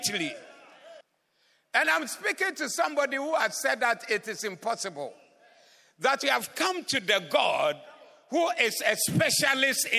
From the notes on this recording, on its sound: Preached at the Doxa Service 15052022